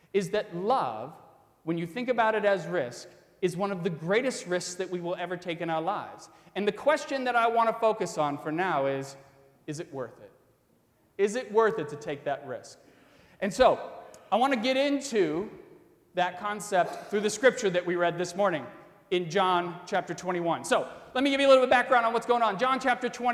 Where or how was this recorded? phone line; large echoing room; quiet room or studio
large echoing room